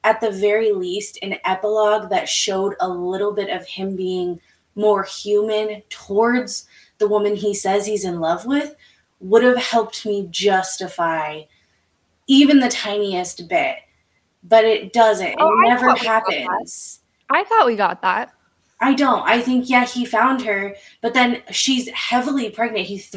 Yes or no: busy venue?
no